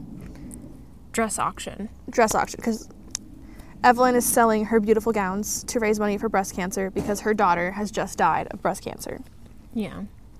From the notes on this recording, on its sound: we are filming out in nature so enjoy the sounds of bugs and dogs